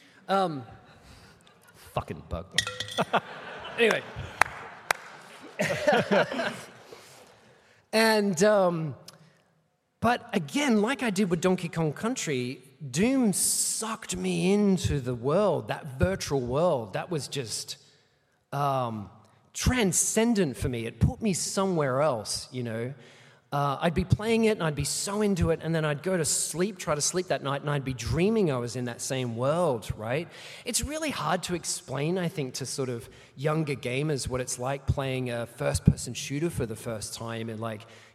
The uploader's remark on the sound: Here is the recorded panel I did at PAX 2023